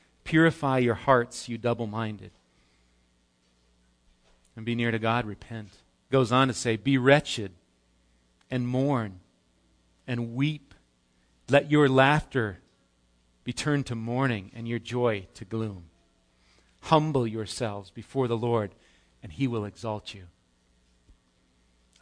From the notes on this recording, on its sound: Recorded live at Bethany Bible Church on 5/27/18